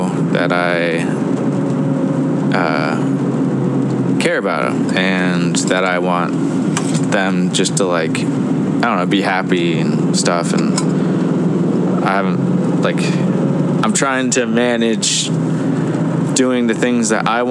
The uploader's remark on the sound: On the Road. Eventually the car audio may improve, we will see how this goes.